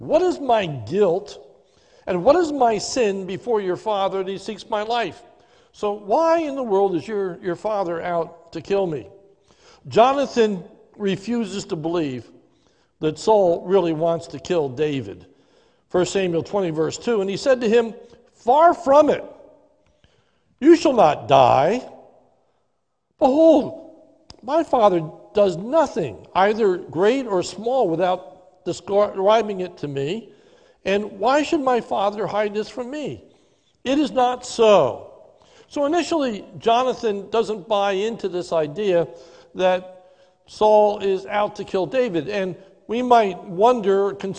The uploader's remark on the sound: This is a sermon recorded live at the Lebanon Bible Fellowship Church in Lebanon, PA during the morning service.